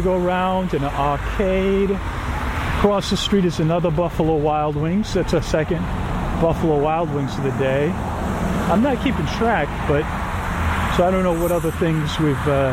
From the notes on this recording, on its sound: Walking I-Drive. This is on location and full of stereo ambient audio.